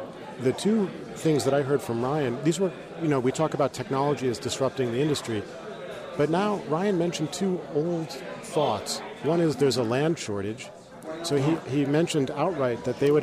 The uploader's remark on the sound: The Rutgers Center for Real Estate Conference at the New York Stock Exchange.